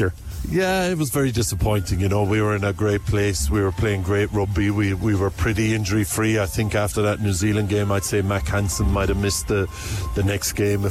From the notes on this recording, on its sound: Live on board The Big Red Bus. To launch the new Aldi in Carriageline.